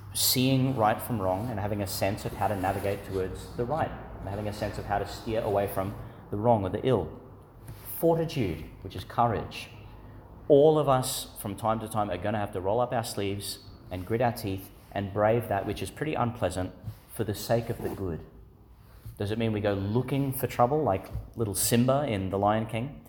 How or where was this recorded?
large echoing room